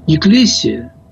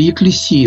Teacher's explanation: греки делают ударение на последний слог · Shown in: second take